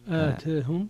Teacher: وفيها عند الكسائي وحمزة الإمالة وخلف والتقليل لورش